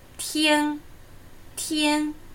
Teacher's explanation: Der erste Konsonant ist der aspirierte T. Um ihn zu erhalten, kombinieren wir die deutschen Konsonanten Stimulus, Stimulus, Z und H.